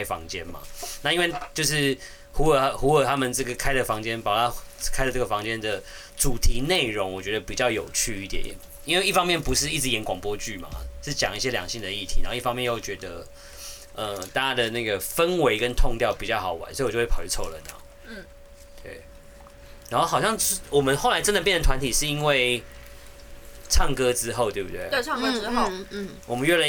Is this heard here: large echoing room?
no